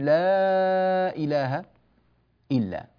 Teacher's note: لاحظوا يمدون لا إله إلا، طبعا إلا الله، الله عز وجل هو الإله، لا ننفي هكذا مطلقا، لكن من عند لا، لا إله، هذا المد هنا يمد أربع حركات يسمى مد التعظيم